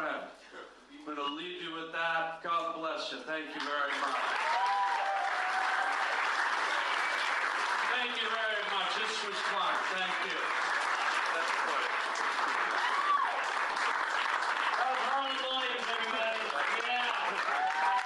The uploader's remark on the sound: Does a STAND UP set after jumping on stage at local comedy club. In front of a LIVE audience.